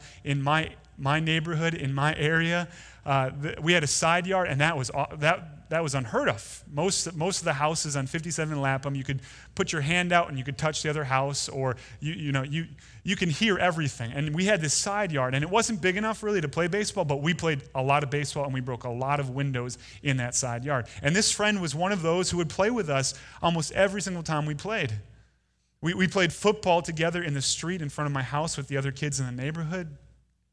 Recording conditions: large echoing room